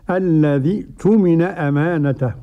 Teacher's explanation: والباقون الذي تمن بدون مد في الياء